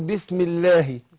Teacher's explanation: لو سبقها مكسور ترقق. زي ما أقول بسم الله